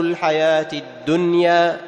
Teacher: الدنيا تظهر النون من دون غنة زائدة · Term: إظهارا مطلقا